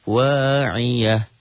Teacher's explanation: tak marbutohnya jadi ha bunyinya